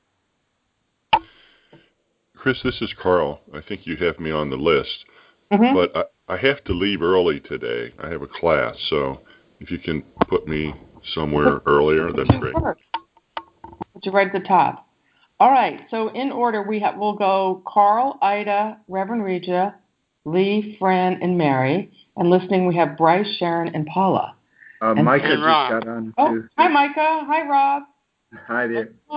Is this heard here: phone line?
yes